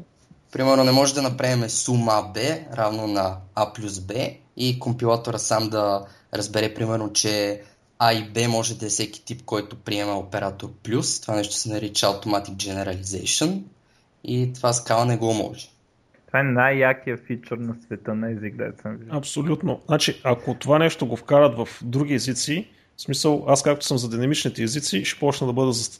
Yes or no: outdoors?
no